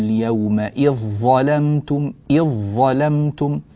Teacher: خلاص، الذال ذهبت تماما وتحولت إلى ظاء، ثم أدغمت الظاء في الظاء فصار النطق بظاء واحدة مشددة · Term: إدغام